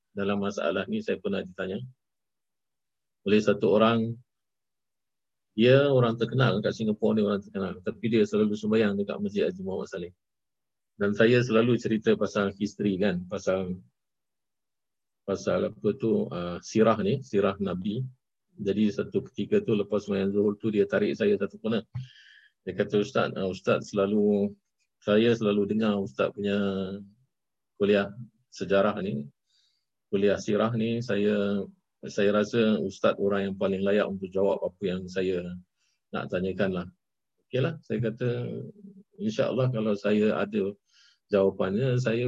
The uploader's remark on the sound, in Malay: Kelas Sabtu (Masjid Hasanah). Rakaman zoom pada setiap Sabtu 5 ptg (waktu Singapura).